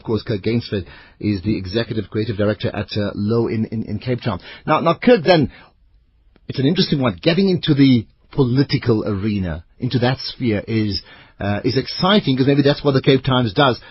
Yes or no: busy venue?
no